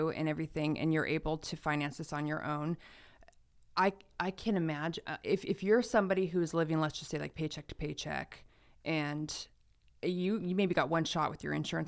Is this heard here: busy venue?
no